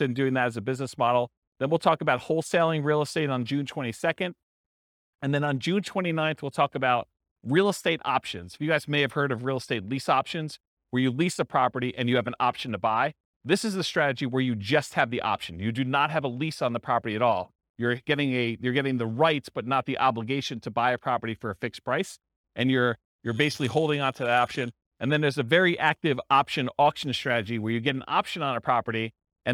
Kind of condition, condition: setting, live audience